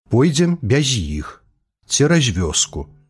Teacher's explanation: паслядоўны пераход гукаў с, з, ц, дз у мяккія, нават у прыназоўніках